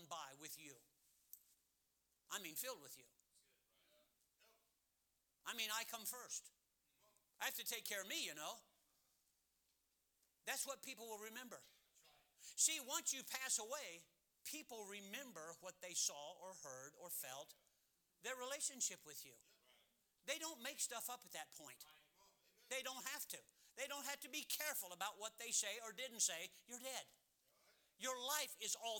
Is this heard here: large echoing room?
yes